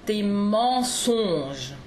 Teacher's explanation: So you can hear the difference between en songe. So you hear A nasal to O nasal. This O nasal, is it more of an O, like a closed O sound, oui. · we get both the A nasal and the O nasal in one word together